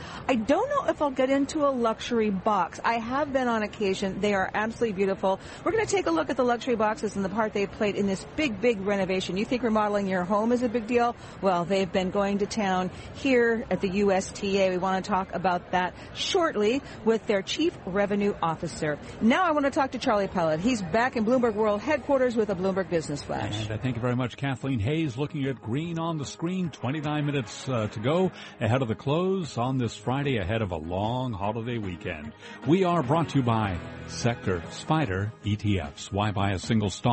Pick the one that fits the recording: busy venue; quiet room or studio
busy venue